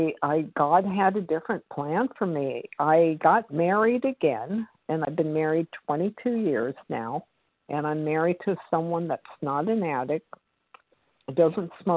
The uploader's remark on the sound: the 100 Pounders Phone Meeting, 10/8/23